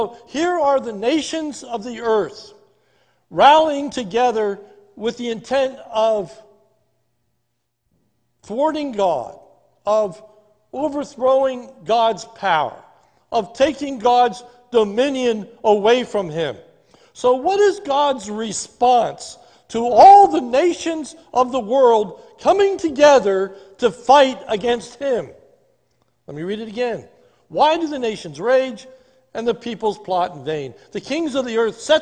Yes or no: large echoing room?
yes